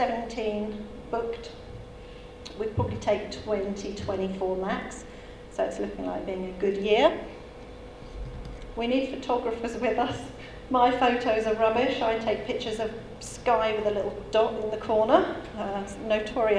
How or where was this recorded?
busy venue